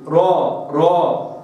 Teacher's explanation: يعني تكرار بمعنى ارتعاد راس اللسان، راء. انت قول راء راء، تجد ان راس اللسان بترتعد